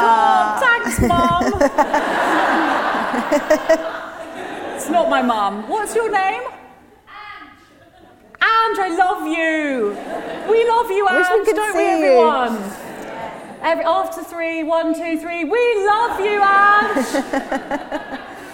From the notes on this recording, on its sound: With a live audience at Henley Literary Festival.